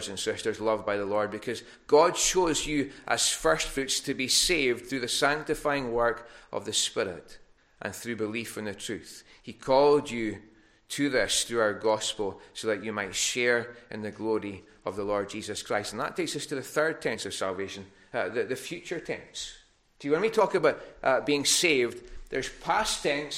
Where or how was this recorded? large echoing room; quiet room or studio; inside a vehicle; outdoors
large echoing room